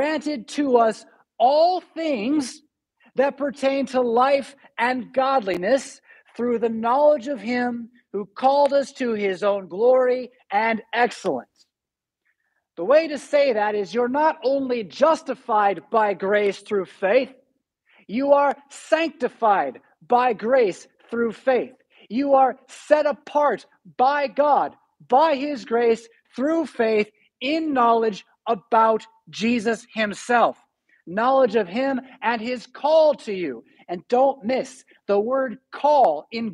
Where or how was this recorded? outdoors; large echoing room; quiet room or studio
large echoing room